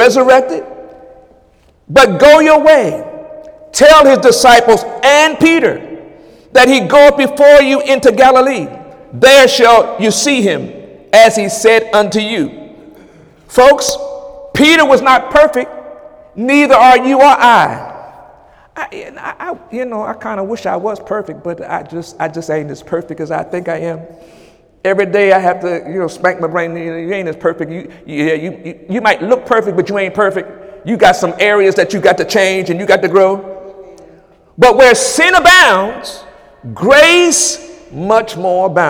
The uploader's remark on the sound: During Wednesday night service on January 10, 2018.